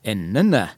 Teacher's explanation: Og sier jeg endene, så har jeg en høy tone som ligger litt lenger ute, og det er min tonelag 2-melodi